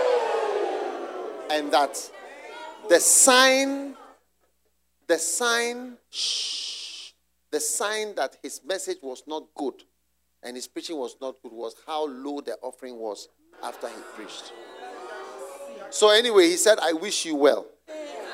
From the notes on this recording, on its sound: Preached at the Use It or Lose It Camp, USA.